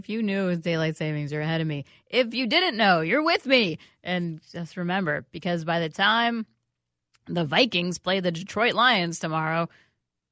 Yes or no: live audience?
no